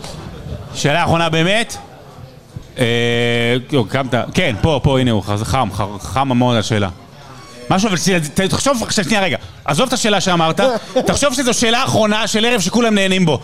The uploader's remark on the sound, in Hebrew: הוקלט בלייב במפגש מאזינים בבר "הנסיך" בת"א!